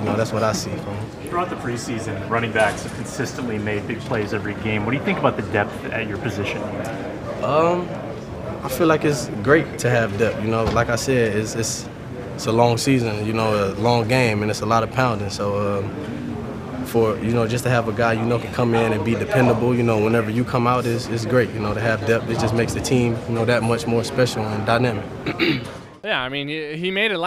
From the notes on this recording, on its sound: Listen in to the locker room sounds and press conferences